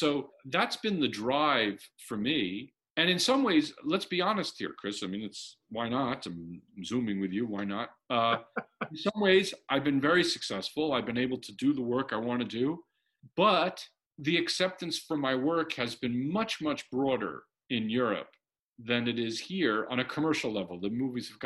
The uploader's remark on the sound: recorded in June 2020 from their respective homes